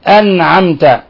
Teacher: حقق الهمزة، لا تسهل الهمزة، بين الشدة في الهمزة